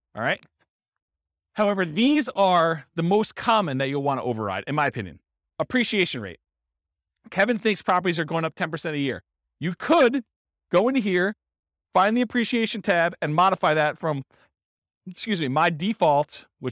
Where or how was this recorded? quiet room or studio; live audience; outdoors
live audience